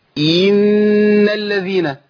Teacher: جيت عند كسرة الهمزة وولدت منها حرف مد، ضغطت عليها ليه؟ عشان بستعد للنون المشددة · Term: توليد حرف